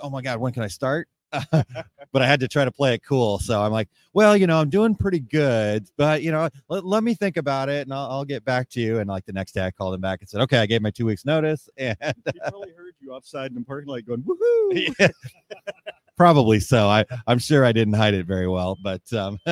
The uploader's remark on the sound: Live from Ft. Worth Impressions Expo. Join us for a special live episode of the 2 Regular Guys Podcast, coming to you from the heart of the Impressions Expo in Ft. Be prepared for exciting conversations with attendees and exhibitors from the show floor.